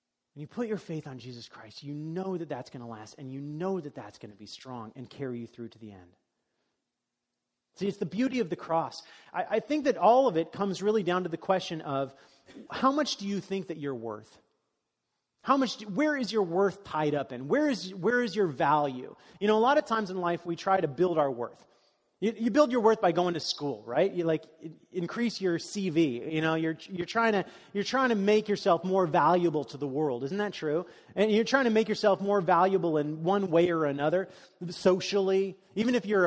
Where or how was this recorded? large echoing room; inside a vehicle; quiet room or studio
large echoing room